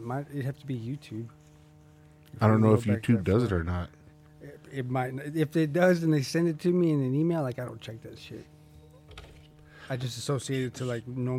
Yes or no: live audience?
no